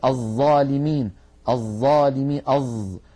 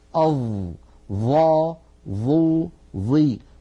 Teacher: الظاء لابد من أن نضع طرف لساننا على أطراف أسناننا العليا · Shown in: second take · هكذا، الطرف على الطرف، طرف اللسان على طرف الأسنان العليا.